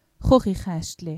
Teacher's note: Der Laut Ch ist in vielen schweizerdeutschen Dialekten ein stimmloser, uvularer Frikativ